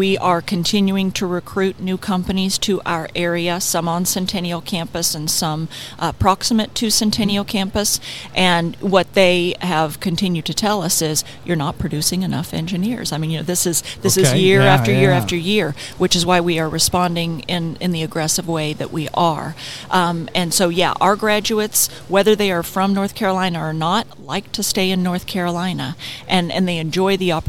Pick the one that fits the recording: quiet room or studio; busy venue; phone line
busy venue